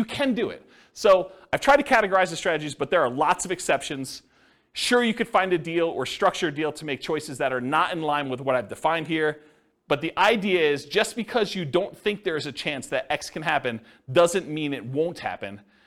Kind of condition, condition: setting, live audience